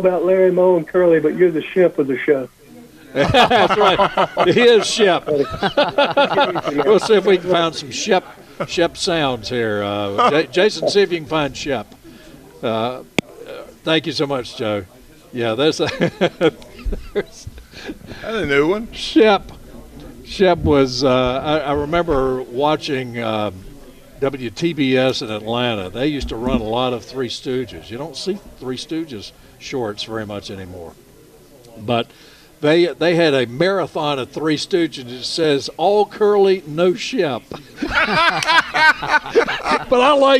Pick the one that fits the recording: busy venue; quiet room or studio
busy venue